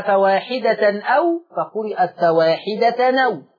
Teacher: نقلنا حركة الهمزة للتنوين · Term: النقل